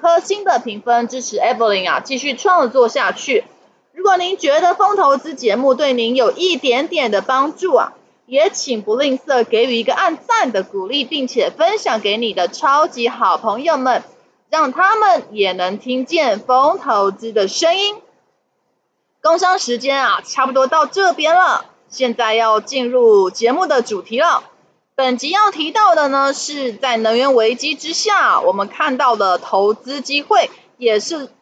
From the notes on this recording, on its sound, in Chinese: 本集有些許雜音，已亟力避免，如有察覺請多多包涵